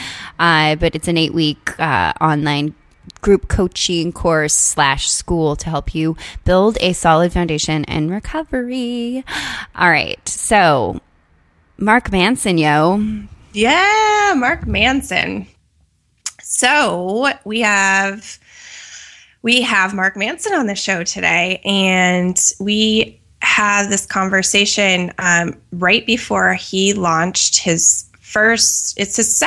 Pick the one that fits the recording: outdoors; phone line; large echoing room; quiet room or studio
quiet room or studio